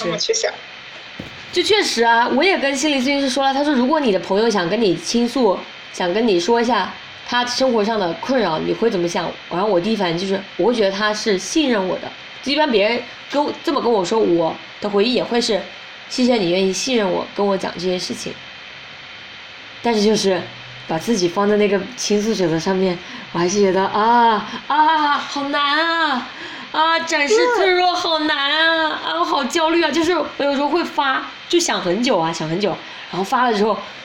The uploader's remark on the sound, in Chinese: 录这期的时候因为隔音原因背景音会有警铃声。也不知为何这期录制我和嘉宾的声音是一个完全左声道一个完全右声道，并且有些许没有办法剪辑掉的笔记本发动机的杂音。